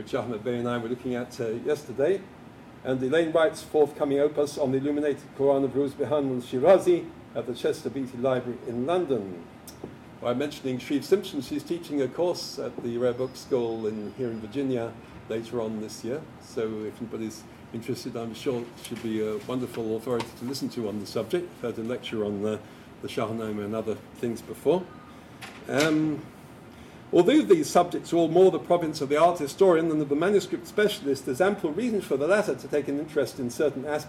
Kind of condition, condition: setting, large echoing room